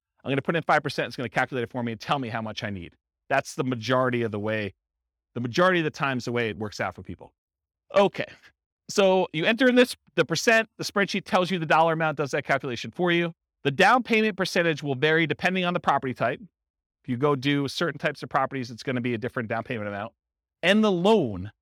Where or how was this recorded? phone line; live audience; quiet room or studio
live audience